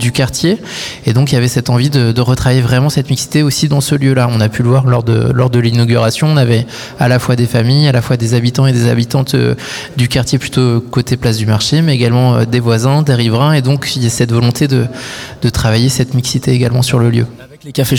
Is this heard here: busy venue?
yes